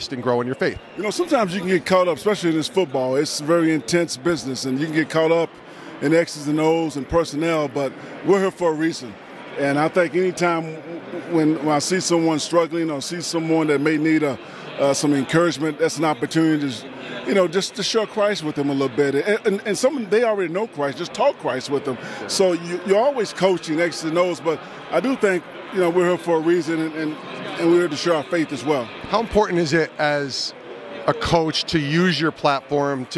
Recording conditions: busy venue